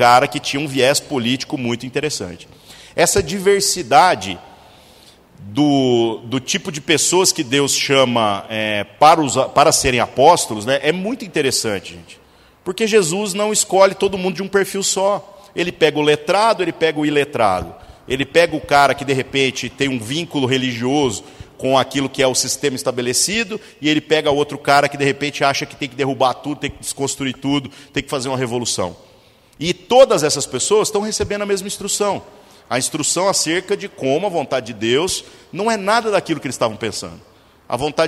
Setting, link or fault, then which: setting, large echoing room